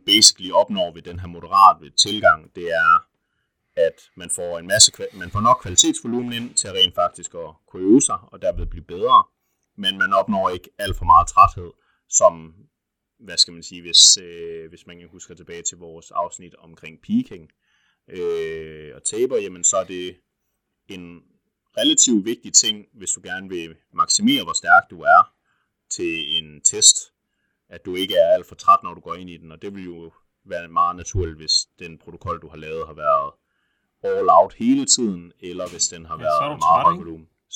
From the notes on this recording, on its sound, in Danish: Endnu engang døjer vi lidt med lyden, men vi arbejder på sagen.